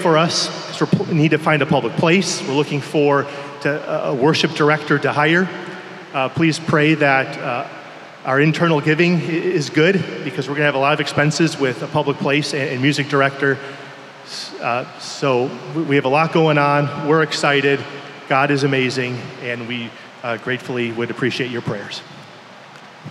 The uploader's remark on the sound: keynote and breakout sessions from our annual conference at Redeemer Presbyterian Church in Detroit, MI.